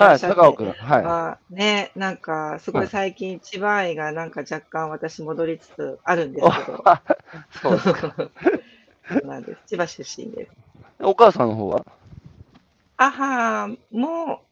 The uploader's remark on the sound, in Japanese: 歩きながら1時間、対談する